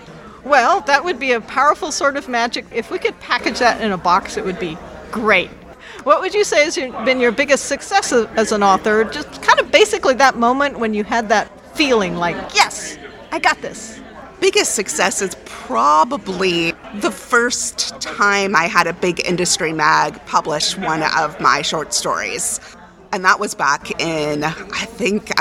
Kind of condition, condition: setting, busy venue